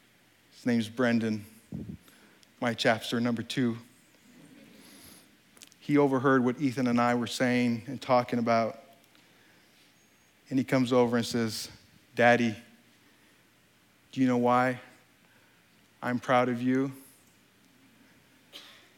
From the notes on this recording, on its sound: This talk at STORY 2016. This talk was given on stage at the Country Music Hall of Fame in Nashville, TN.